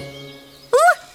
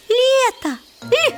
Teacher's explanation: Мягкий согласный. Вот и разгадка, что звук «л» съедает звук «е» и становится мягким. · Shown in: second take